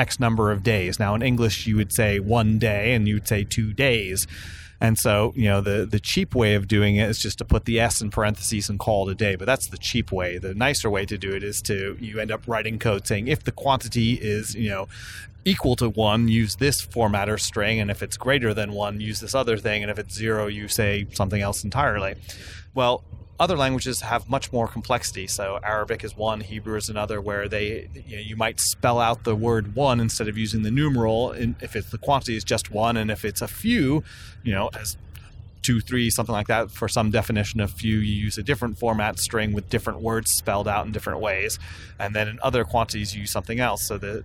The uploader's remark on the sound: Record a quick episode while driving from San Francisco to San Jose for WWDC.